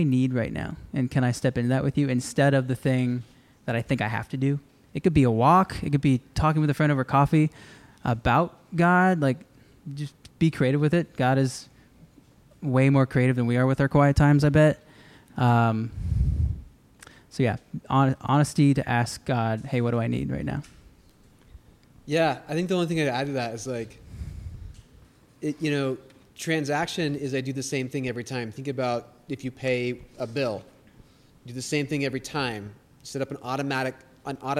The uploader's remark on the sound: This is part 2 of our live recording at Crossroads College Night!